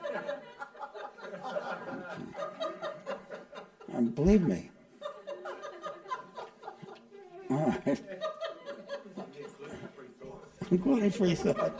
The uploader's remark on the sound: This podcast was recorded live at The Ashram in Mount Eliza on the 30th of December, 2023.